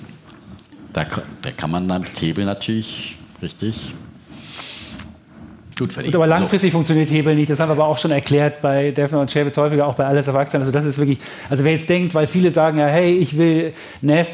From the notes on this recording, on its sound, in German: Vor Publikum im historischen Journalistenclub.